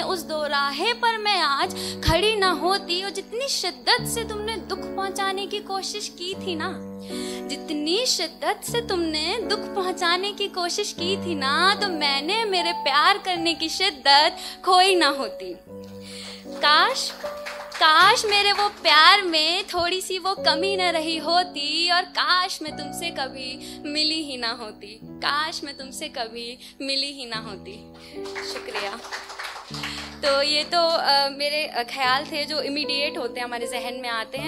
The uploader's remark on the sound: the best audio performances from our weekly poetry events